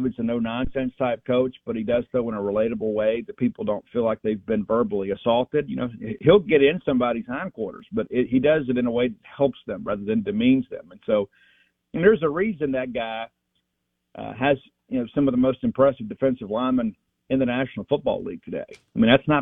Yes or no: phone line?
yes